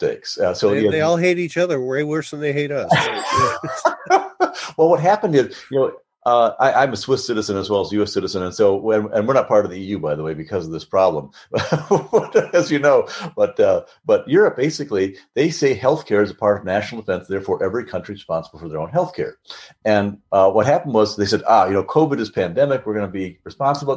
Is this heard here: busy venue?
no